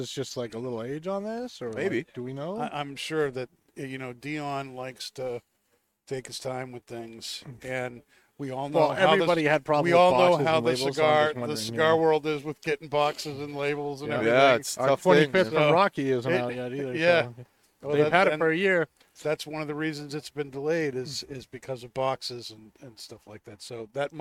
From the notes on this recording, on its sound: Recorded live at the 7-20-4 Lounge in Londonderry, NH.